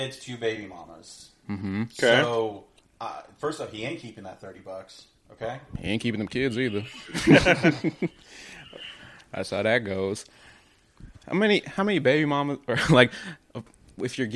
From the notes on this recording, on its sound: My mic didn't work, and there were too many people in the room.